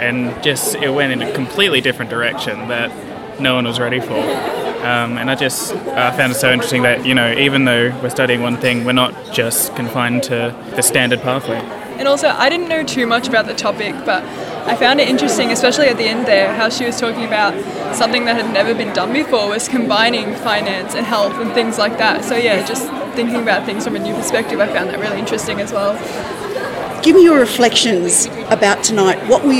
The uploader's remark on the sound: This episode was recorded on the 27 th February 2020 at the Alumni Hour hosted. MDHS, at the University of Melbourne.